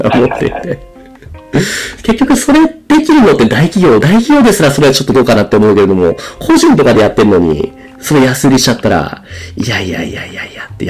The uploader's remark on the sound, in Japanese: 今回機材トラブルで音割れが発生しております。